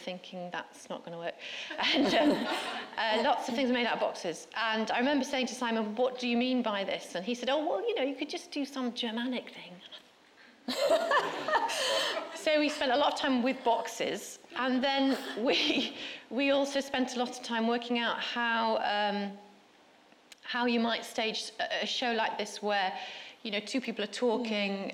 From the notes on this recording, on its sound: This is a live recording from a Platform event.